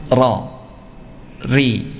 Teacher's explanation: ada getaran pada lisan, ya, dengan minimal 2 getaran, ya. Ra, ri, ya, jangan sampai tidak ada getaran atau getaran lebih dari 2, ya.